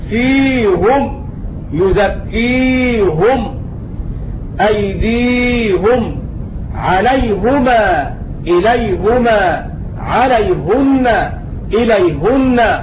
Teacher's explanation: قرأ بضم الهاء هاء الضمير إذا وقعت بعد ياء ساكنة سواء كانت حرف مد ولين أو كانت حرف لين فقط.